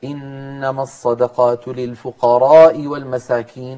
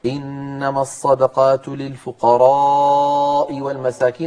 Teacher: فلم يمد صوته في ألف الفقراء · Shown in: first take